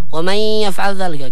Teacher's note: ومن يفعل ذلك، كذلك النون الساكنة عند الياء إدغام، لا بد من تطويل الغنة بمقدار حركتين أي بمقدار حرفين